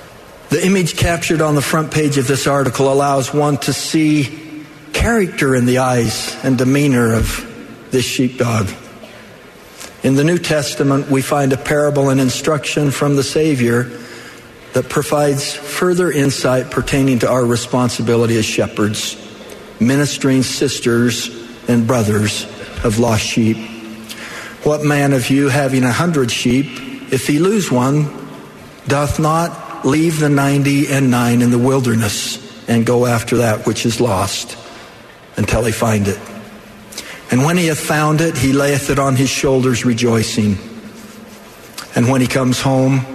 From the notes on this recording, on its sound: The Sunday Afternoon Session of the 188th Semiannual General Conference of The Church of Jesus Christ of Latter-day Saints.